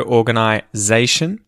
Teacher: The emphasis in these words tends to be on the second last syllable, that zay part of zation.